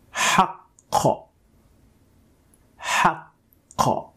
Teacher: If you've been a good student and you watched my previous video and mastered the ha sound, it could also work in your favor. Simply by stopping the stream of air that normally comes from the ha sound that is coming outwards, you will be able to pronounce the qa sound when you are trying to stop this stream of air.